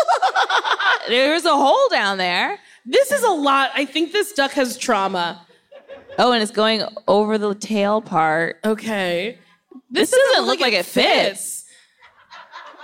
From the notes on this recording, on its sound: This week, we’ve got a couch! We’re live from the Netflix Is A Joke festival. Lots of wonderful questions from our audience!